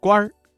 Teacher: 官字加了一个卷舌音日，发生了语流音变，形成了儿化音，读作官儿